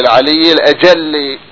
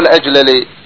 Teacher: فان القياس الاجل بالادغام ولا مسوغ يعني ولا مجوز لفكه لفك الادغام، لان جاءت لامين احداهما ساكنة والاخرى متحركة، المفروض يدمجهم يدغمهم · Shown in: first take · يقول الاجل، المفروض يقول الحمد لله العلي الاجلي مو الاجللي، يفكك اللامين ما يصير يفك اللامين، يدمجهم يدغمهم.